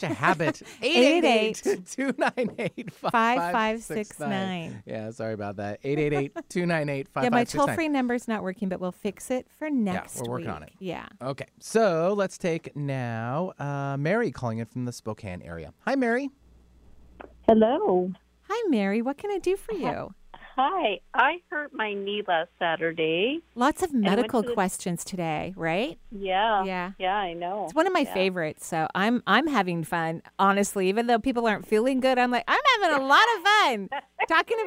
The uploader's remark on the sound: Enjoy this call in show. Provides intuitive readings for callers from all around the world!